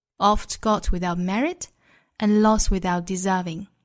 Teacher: 我们在 merit 这个位置用升调，最后呢 deserving 用降调读出来